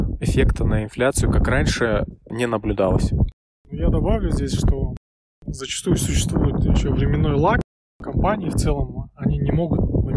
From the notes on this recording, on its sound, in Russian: Горный ветер немного подпортил качество звука, но надеюсь, вы нас услышите